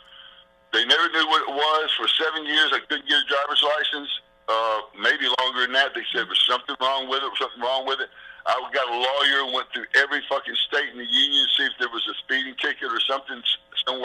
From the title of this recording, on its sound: Phone Call - Bonus Content